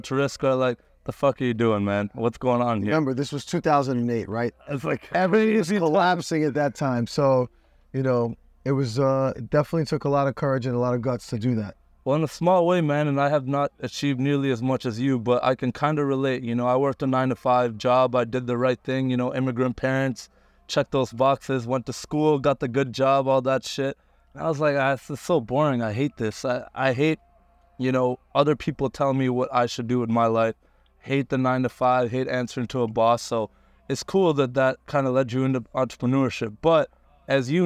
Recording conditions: inside a vehicle